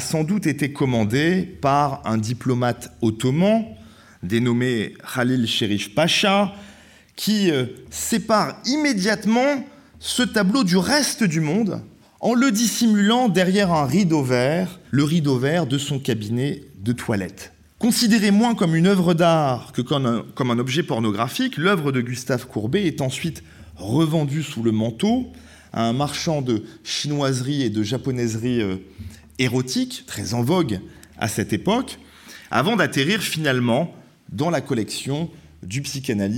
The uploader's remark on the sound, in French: A l'invitation du musée d'Orsay. Enregistrement de la conférence du 5 octobre 2021.